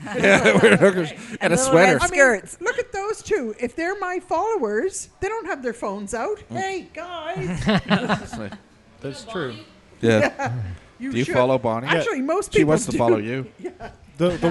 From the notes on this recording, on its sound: The Bunker Project is recorded with a live interactive studio audience. In downtown Vancouver or via Google + Hangout.